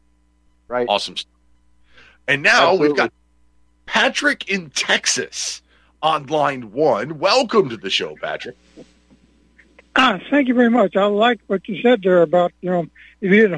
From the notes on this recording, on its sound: Your phone calls